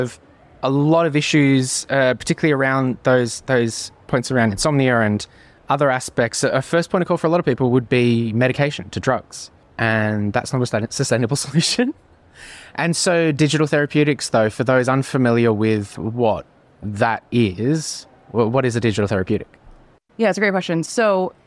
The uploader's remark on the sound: Recorded at HLTH. HLTH 2023 Las Vegas, Feature Episode. Attends HLTH 2023 in Las Vegas with over 10,000 attendees to speak with industry experts and thought leaders.